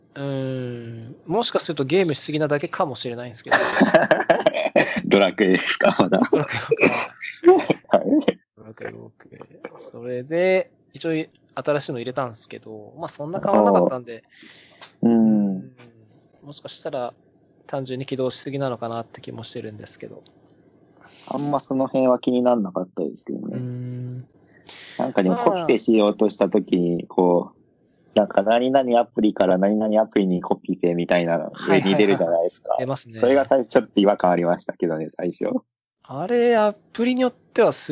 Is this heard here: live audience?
no